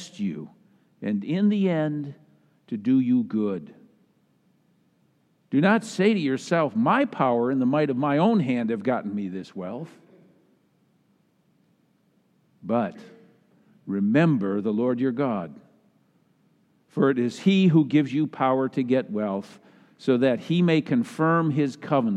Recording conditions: large echoing room